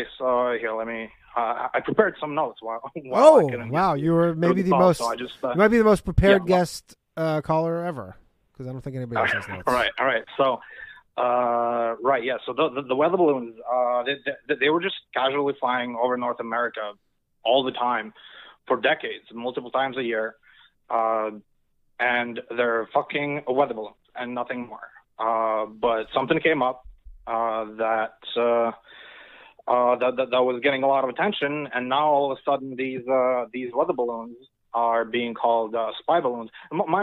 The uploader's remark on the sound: The bad advice question/call in show.